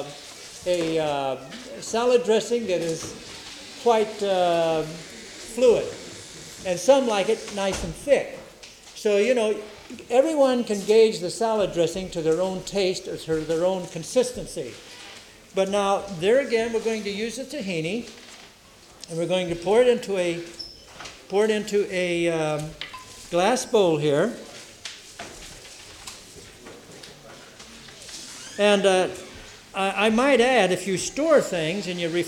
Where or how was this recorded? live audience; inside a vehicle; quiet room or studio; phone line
live audience